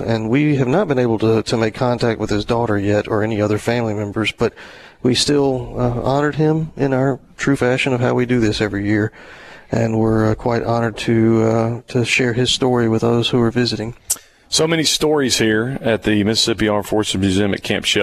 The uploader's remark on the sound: Broadcasting from The Mississippi Armed Forces Museum at Camp Shelby